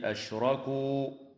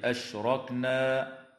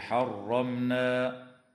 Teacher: تفخم الراء وصلا ووقفا في كلمة أشركوا، وفي كلمة أشركنا، وفي كلمة حرمنا، نظرا لأنها مفتوحة